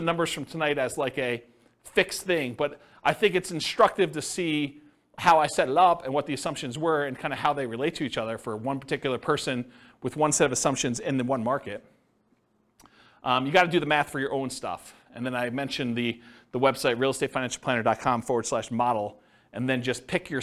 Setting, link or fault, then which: setting, live audience